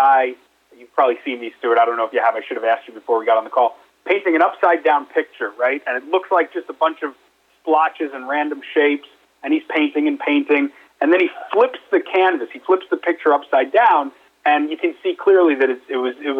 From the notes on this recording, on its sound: conducted a quarterly investor conference call yesterday